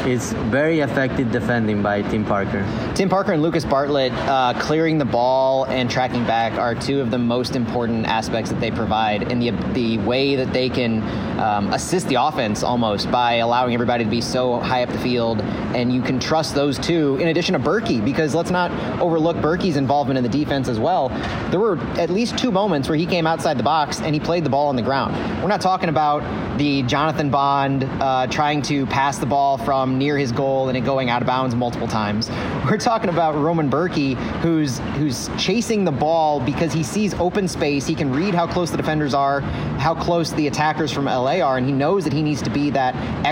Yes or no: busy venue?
yes